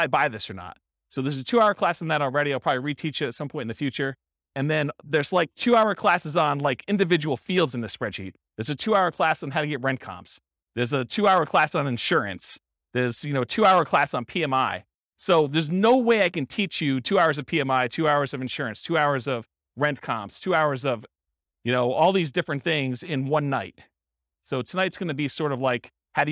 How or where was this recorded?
live audience